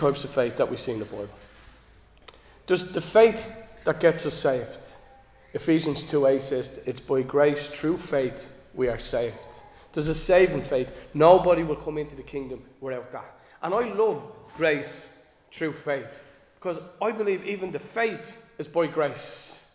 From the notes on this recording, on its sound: Recorded live in Liberty Church.